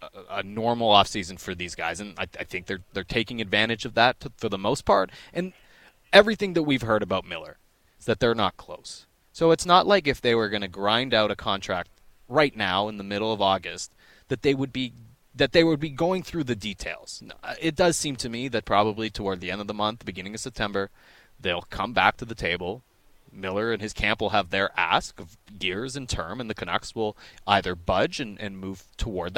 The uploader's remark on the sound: Live from the Odlum Brown VanOpen